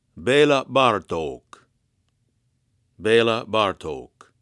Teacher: the diacritic acts as a doubler of the time of the vowel